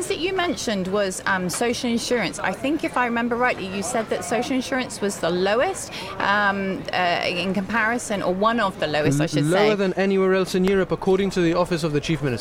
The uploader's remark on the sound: Gibraltar Today was in the heart of town, with a live broadcast from Little Rock Cafe in Casemates.